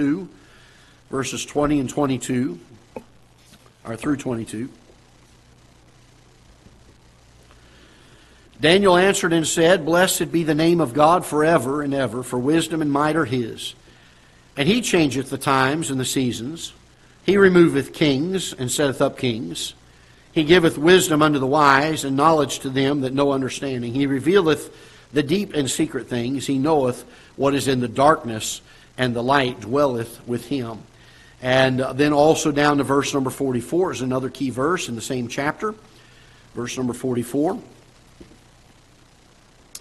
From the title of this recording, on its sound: Ketha Heights Baptist Church ~ Live Broadcast